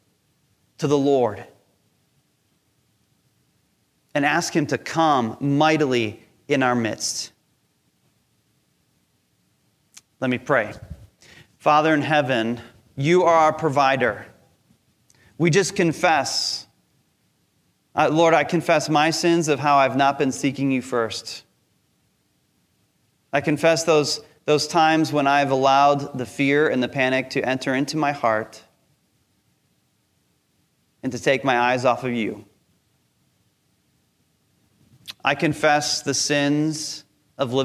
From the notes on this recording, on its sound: Recorded from our Sunday Service Live Stream.